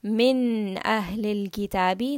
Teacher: So again, we have a letter of idhar. There is a clear noon. There is a clear sakin on the noon, and then this is followed by the letter hamza, which is a throat letter.